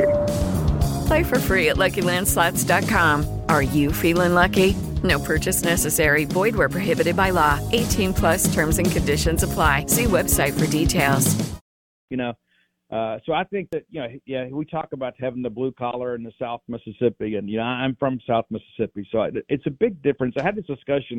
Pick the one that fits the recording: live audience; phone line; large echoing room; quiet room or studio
phone line